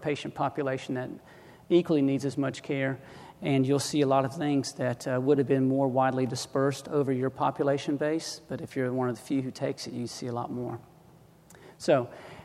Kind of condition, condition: setting, large echoing room